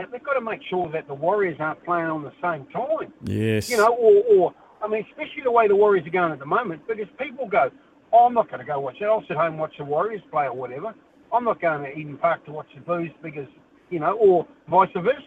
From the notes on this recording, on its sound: He goes to the phone and text lines